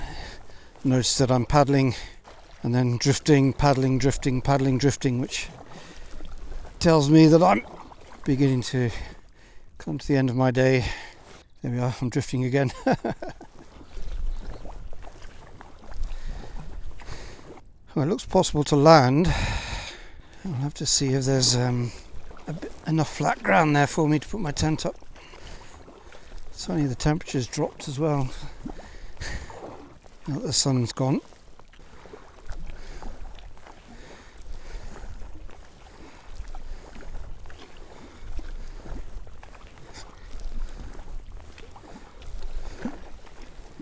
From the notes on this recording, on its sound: I recorded this live on my first full day back at sea after my health scare.